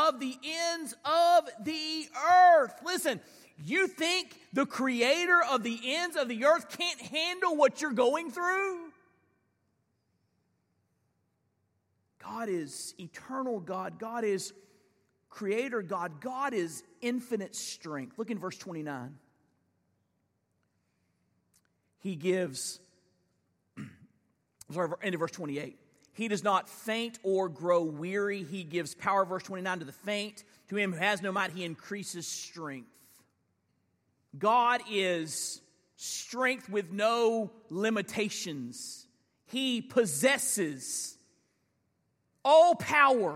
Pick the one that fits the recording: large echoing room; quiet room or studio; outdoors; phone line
large echoing room